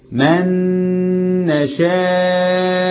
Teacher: النون الأولى أضغمت في الثانية إضغام بإيه؟ بغن. · Term: إضغام بغن